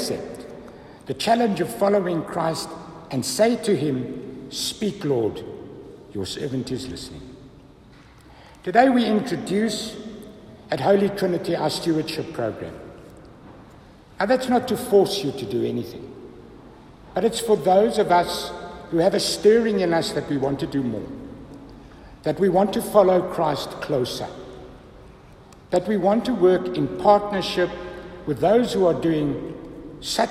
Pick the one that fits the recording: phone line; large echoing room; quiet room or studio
large echoing room